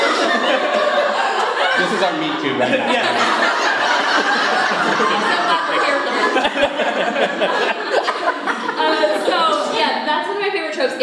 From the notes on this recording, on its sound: A recording of our live show from our summer Reader Retreat this past weekend! Studio D Podcast Production. Thomasville, Georgia.